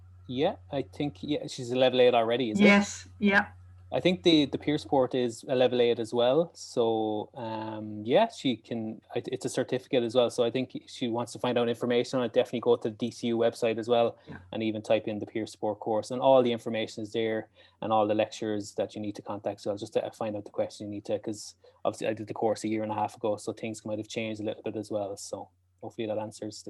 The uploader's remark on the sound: Audio recording of our webinar in partnership with Mental Health Ireland.